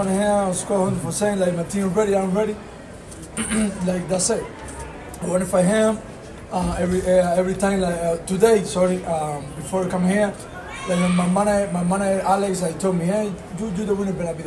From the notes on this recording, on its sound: In the press conference at the Armory. The high-energy, multi-lingual post-fight press conference, presented in its entirety by the Minnesota Fight Night podcast.